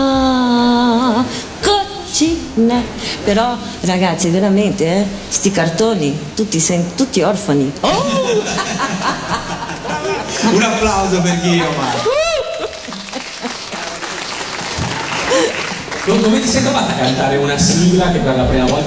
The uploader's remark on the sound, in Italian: Dal palco centrale di Lucca Comics & Games 2018